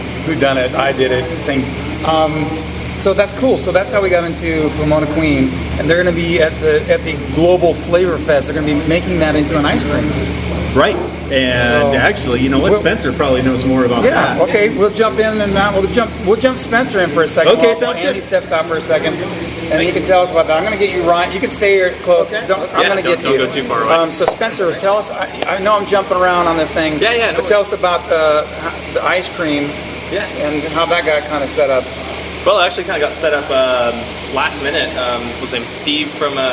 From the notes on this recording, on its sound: while enjoying their beers at the brewery